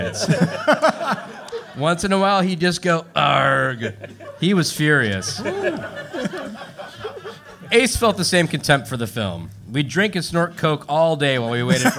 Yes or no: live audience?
yes